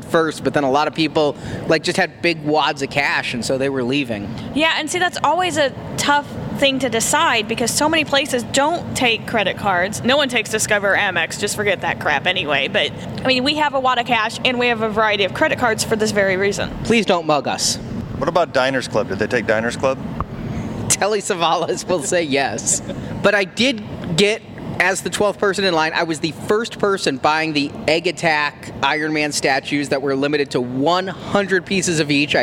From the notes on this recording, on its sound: It's all in this short live report from Preview Night!